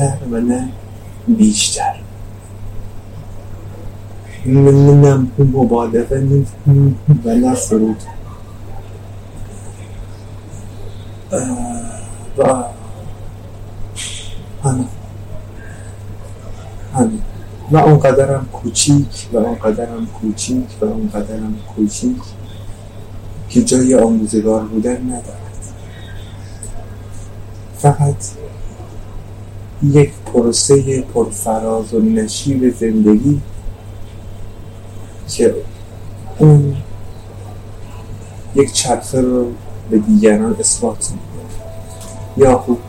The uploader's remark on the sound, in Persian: کیفیت صدا در این اپیزود خیلی پایین هست